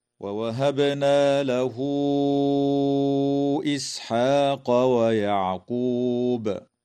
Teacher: تقلقل الباء في كلمة ووهبنا، وتوصل هاء الضمير في قوله تعالى: له إسحاق، بواو تمد وصلا من قبيل مد الصلة الكبرى بمقدار 4 أو 5 حركات كالمد المنفصل. ويجوز الوقف على كلمة ويعقوب من قبيل الوقف الحسن مع وجوب قلقلة الباء وقفا